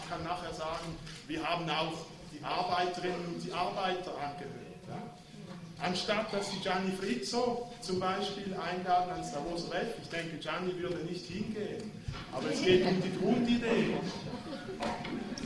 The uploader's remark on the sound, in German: Der Gegengipfel von attac Schweiz zum Weltwirtschaftsforum fand am 29.und 30.01.2010 an der Uni Basel statt. Der Beitrag ist im wesentlichen ein Live Mitschnitt der Abschluss-Konferenz.